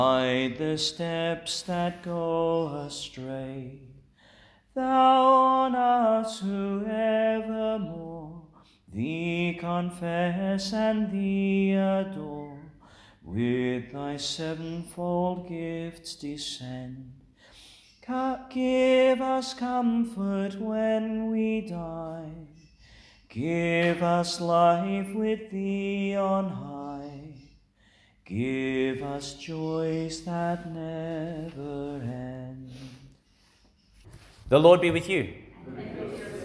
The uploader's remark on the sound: Homily for Pentecost Sunday, delivered in St Agnes Church, Agnes Waters, Qld.